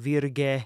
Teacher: it's said as a hard G, but then we skip over the, the next vowel and go right to E. So it sounds like we're see, saying virge, which really would break that rule, but it's because of this um, elision.